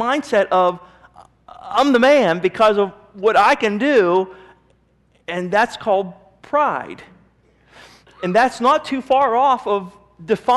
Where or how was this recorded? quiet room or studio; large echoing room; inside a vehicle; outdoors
large echoing room